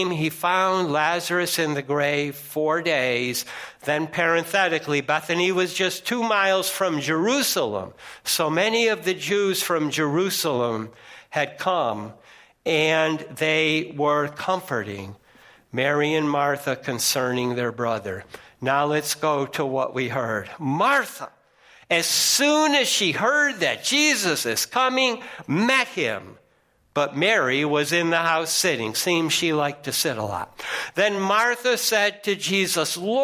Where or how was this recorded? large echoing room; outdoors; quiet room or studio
large echoing room